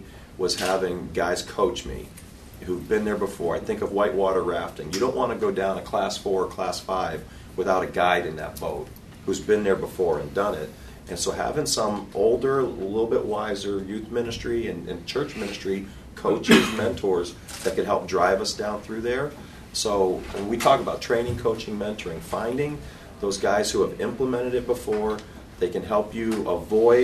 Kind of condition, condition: setting, busy venue